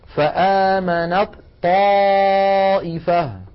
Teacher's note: وهي من مخرج الطاء، فإذا وصلنا كلمة آمنت مع كلمة طائفة نحول التاء إلى طاء ثم ندغم الطاء الأولى في الثانية ويصير النطق هكذا، فآمنت طائفة، فآمنت طاء ولا يبقى للتاء أثر.